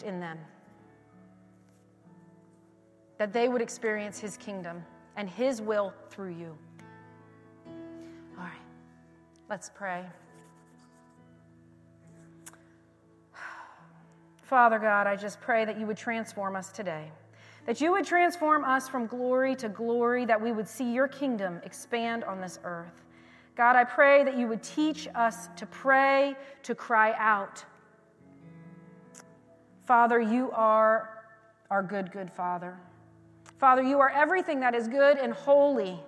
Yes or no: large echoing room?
yes